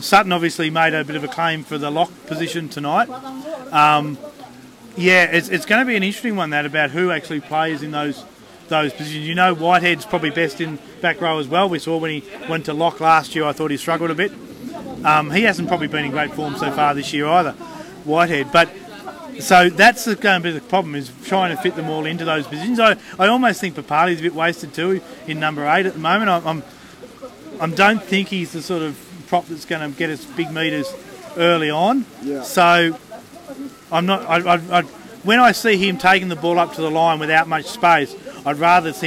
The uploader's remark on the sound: On location at Canberra Stadium. They survive a massive thunderstorm in the process!